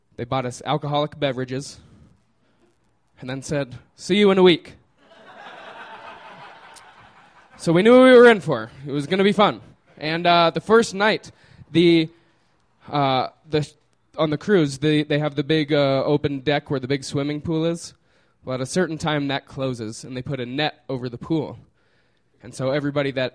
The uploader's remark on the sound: These stories were recorded by our good friends at The Denver Diatribe at Deer Pile on May 16, 2013.